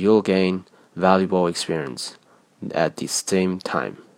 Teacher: 录音中有两个词末尾的 l 音，与临近单词开头的元音连读了